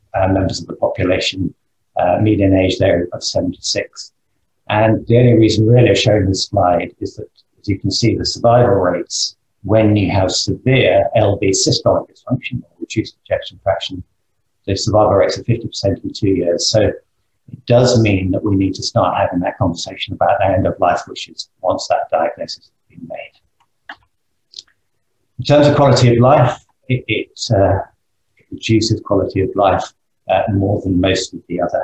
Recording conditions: video call